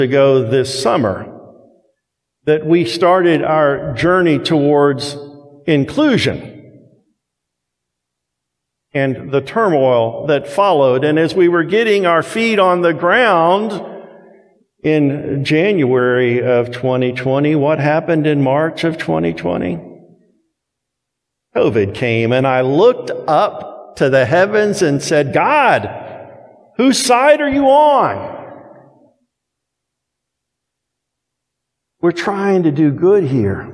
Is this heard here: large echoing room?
yes